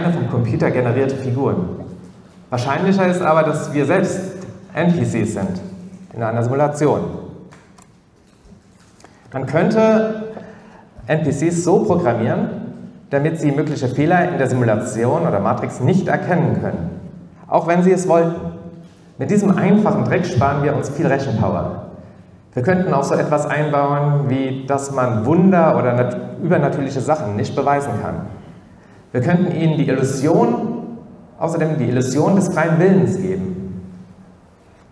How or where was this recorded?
live audience